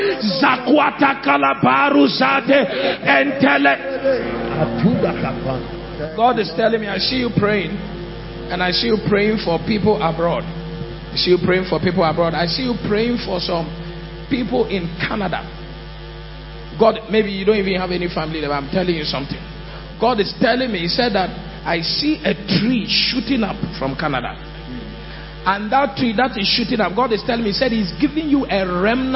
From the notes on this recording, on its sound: Preached at the He Gave Gifts Unto Men Conference (Day 2, Session 2) - The Makarios Cathedral, HQ